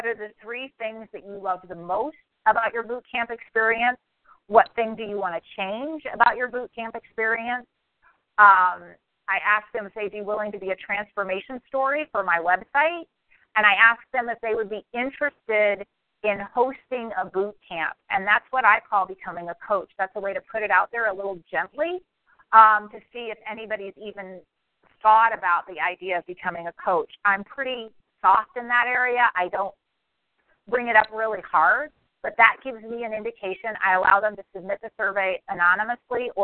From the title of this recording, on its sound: Team Elite Conference Call